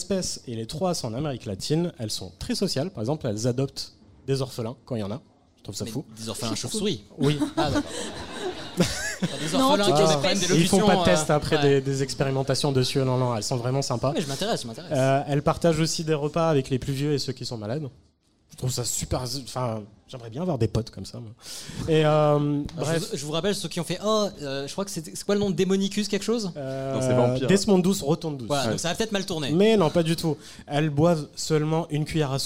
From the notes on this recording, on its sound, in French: Live au Culture Fest. QUEL PLAISIR d'enregistrer cet épisode en public au Culture Fest !